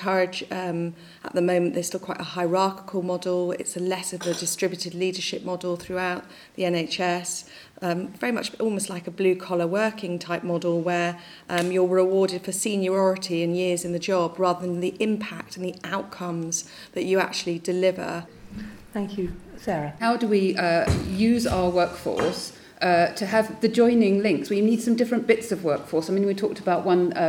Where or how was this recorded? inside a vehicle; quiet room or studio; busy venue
busy venue